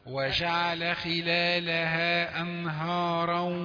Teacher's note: نون ساكنة بعدها ها. ما الحكم؟ إظهار. فيش غنة.